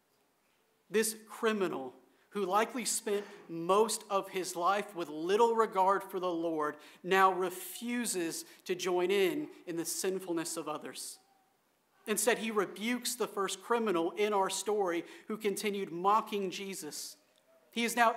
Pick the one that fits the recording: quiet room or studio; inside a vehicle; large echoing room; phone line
large echoing room